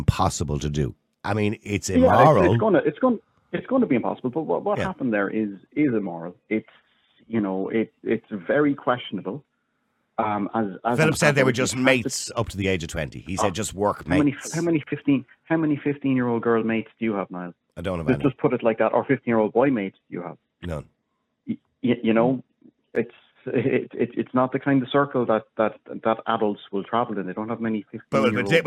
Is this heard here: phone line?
yes